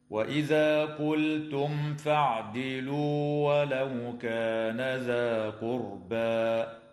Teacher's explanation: اللام في كلمة قلتم تسمى بلام الفعل، وحكمها هنا الإظهار. وتظهر الميم الساكنة عند الفاء في قوله تعالى قلتم فاعدلوا، ويجوز الوقف على قوله تعالى ذا قربى من قبيل الوقف الجائز، هكذا: وإذا قلتم فاعدلوا ولو كان ذا قربى.